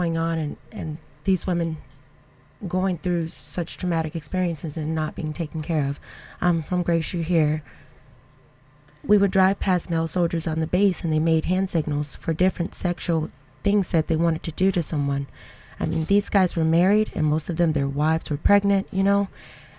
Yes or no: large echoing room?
no